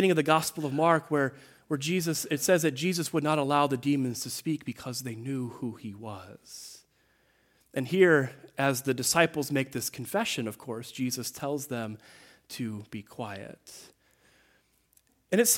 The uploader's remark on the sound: The 4th Sunday of Lent at Greenfield Presbyterian Church in Berkley, MI.